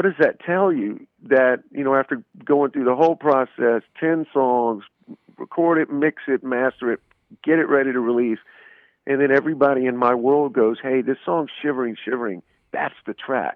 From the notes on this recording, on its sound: to call in and give an exclusive interview!